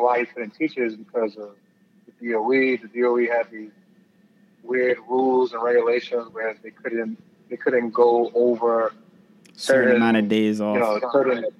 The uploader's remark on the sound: on the phone line